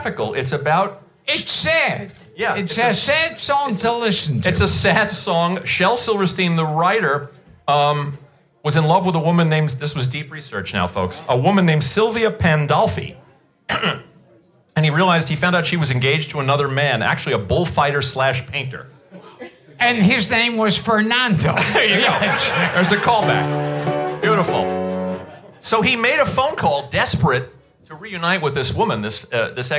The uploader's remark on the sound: Return to Sid Gold's Request Room in New York City for a LIVE singalong episode. A roomful of passionate (and knowledgeable!) listeners.